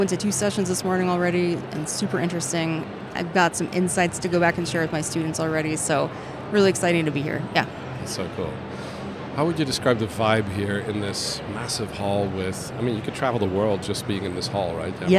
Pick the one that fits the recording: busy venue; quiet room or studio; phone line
busy venue